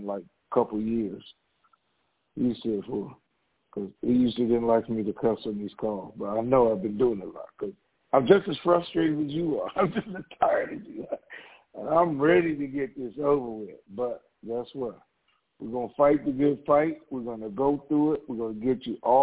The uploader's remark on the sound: TNTSuperfantastic Conference Call